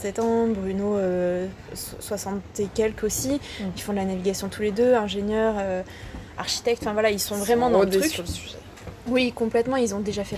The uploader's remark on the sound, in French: Les conditions pour enregistrer cet interview n’étaient pas les meilleures (nous avons eu le droit à : la pluie, le clocher, la voiture qui fait son créneau à côté de nous, les commerçants de Roquebrunes sur Argens qui papotent…).